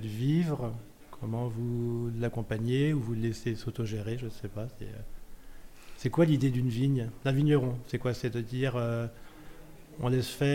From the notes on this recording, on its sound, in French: Lors de la 2ème édition du Festival « le Vin est une fête » organisé par JAJA, RadioVino a organisé 2 tables rondes dans les locaux d’Instead avec les domaines présents.